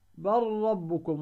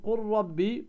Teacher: قل ربي، قل ربي، هنا لم تدغم، لكن عندما تقول قل ربي وهذا هو الصحيح تدغم اللام أين؟ في الراء · Term: إدغام المتقاربين